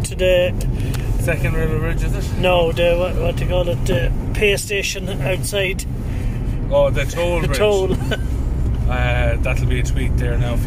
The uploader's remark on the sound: In the sattelite cruiser on the way from the dome. Instant reaction while I'm driving the cruiser home.